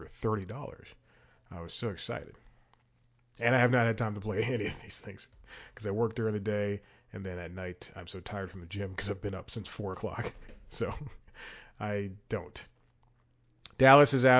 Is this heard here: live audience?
no